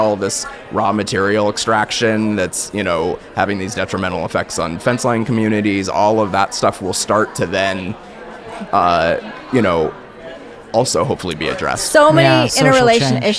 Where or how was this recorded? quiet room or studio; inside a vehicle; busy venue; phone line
busy venue